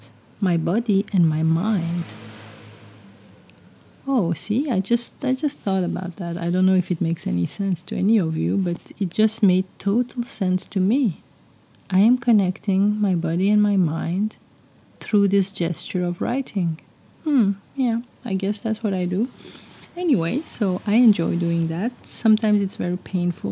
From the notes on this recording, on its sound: I have recorded this episode with all my windows open, so the nocturnal background noise is there, but tonight, it is part of the story.